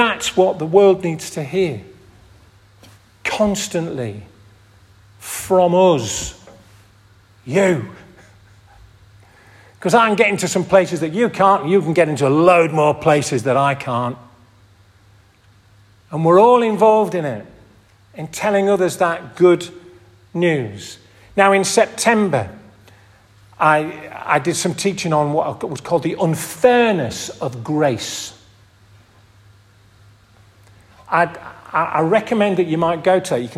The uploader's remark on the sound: This audio recording was taken from the 10:30 Communion service at St Oswald's Church, Askrigg, 2023